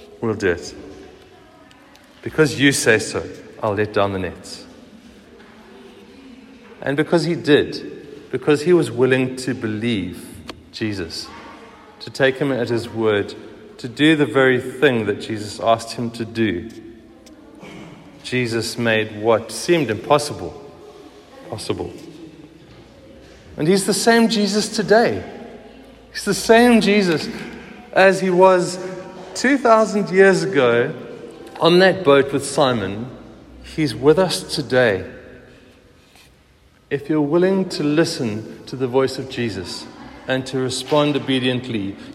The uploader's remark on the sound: Recorded at the 9:30am service on Sunday 2nd July 2023